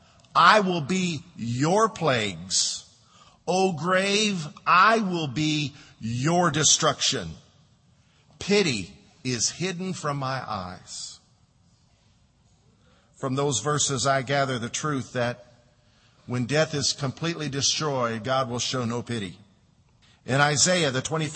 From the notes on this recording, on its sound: Delivered during Tabitha Harkins funeral at Lakeside Baptist Church.